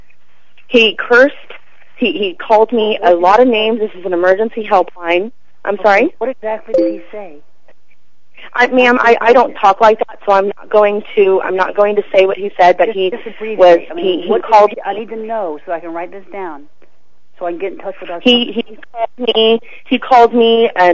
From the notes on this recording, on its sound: Prank Phone Calls